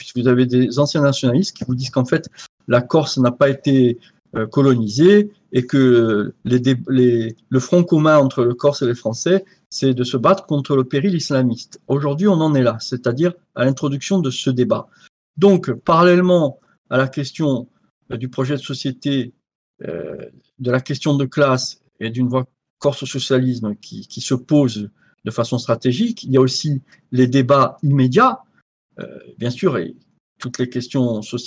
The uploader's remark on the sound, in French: Captation de Visioconférence.